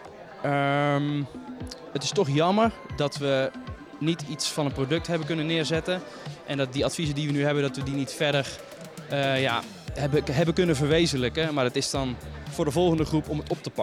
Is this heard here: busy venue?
yes